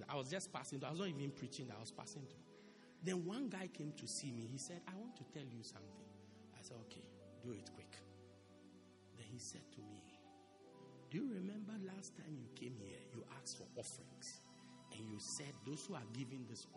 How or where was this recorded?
large echoing room